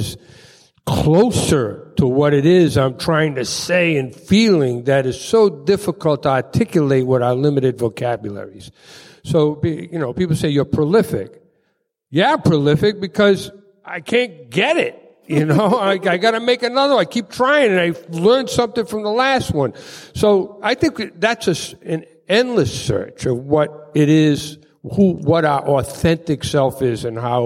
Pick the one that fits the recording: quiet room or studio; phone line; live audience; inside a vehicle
live audience